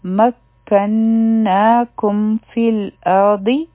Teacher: نو دلته په مکناکم کې چې په میم باندې کوم سکون دی او د دې نه وروستو فا راغله، نو دلته کې به مونږ اظهار کوو، یعنی د دې سکون والا میم آواز به مونږ ښکاره کوو